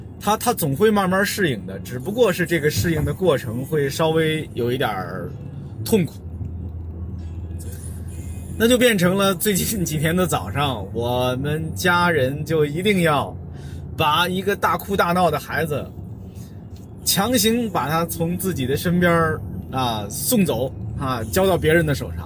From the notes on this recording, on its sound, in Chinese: 本期「红灯区」节目还是在车内、在满是红灯的拥堵道路上录制。一刀未剪，一句没落。